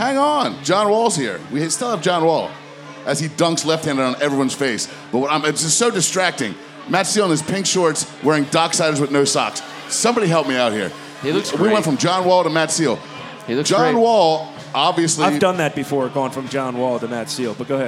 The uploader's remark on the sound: record The Audible live at Caddies on Cordell on the night of the NFL Draft.